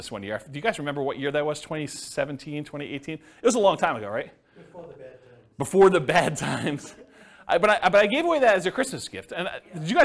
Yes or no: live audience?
yes